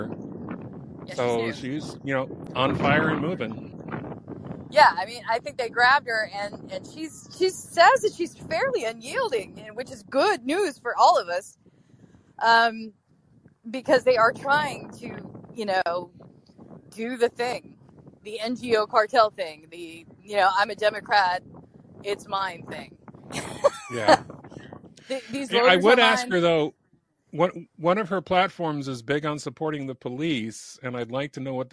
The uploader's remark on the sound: On Location at the Texas Capitol. A Texas Capitol Rally.